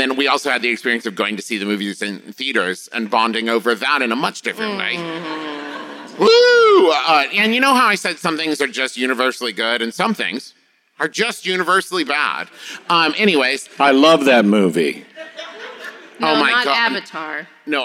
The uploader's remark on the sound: This week’s episode is the LIVE panel from Emerald City Comic Con!